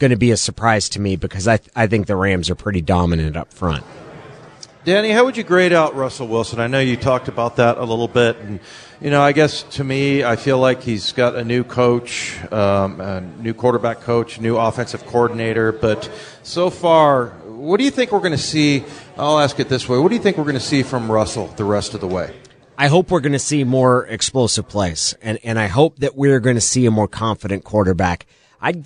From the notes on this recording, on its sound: Joins the show live at Pearl Bar and Dining.